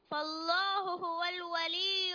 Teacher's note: فالله هنا اللام في لفظ الجلالة مغلظة